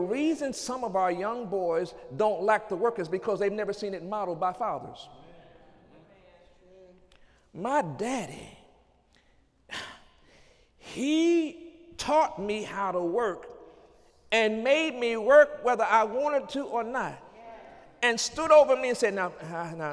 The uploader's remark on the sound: During Sunday morning service.